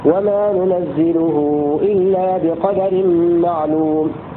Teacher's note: قوله وهو في الحجر أي الموضع الذي في سورة الحجر، وما ننزله إلا بقدر معلوم، مثقل لكل القراء، لأنه قال وهو في الحجر ثقلا أي متفق على تشديد الزاي فيه وفتح النون قبلها فيه، وما ننزله إلا بقدر معلوم، كلهم يقرؤونه هكذا.